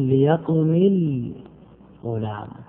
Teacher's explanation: لا يمكن أن يبقى الأول الميم ساكنا مع سكون اللام، فحرك الأول الميم بالكسر للتخلص من التقاء الساكنين